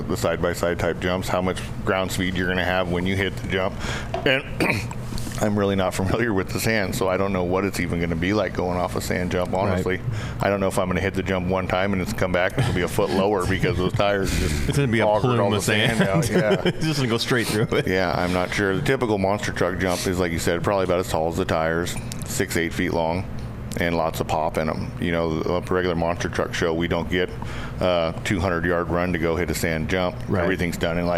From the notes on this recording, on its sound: We are live in the Offroad Syndicate trailer at UTV Takeover Coos Bay, OR. We are live in the Offroad Syndicate trailer at UTV Takeover Coos Bay, OR.